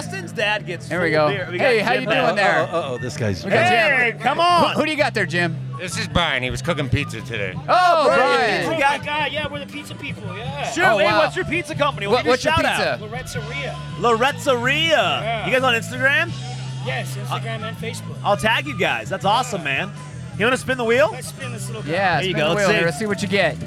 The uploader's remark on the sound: This cast goes live from Shaver Lake Brewfest. Grab a beer and join us behind the booth!